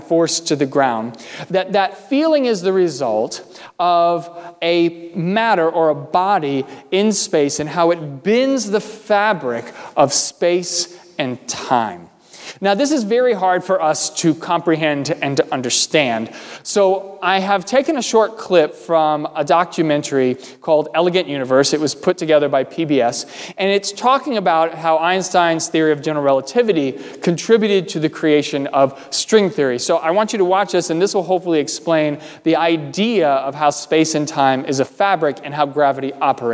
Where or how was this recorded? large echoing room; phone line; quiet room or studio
large echoing room